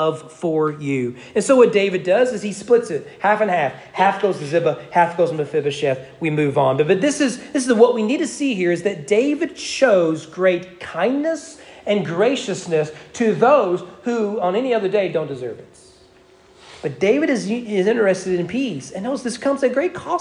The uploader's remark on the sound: Sermon preached on September 25, 2022 during morning worship at East Frankfort Baptist Church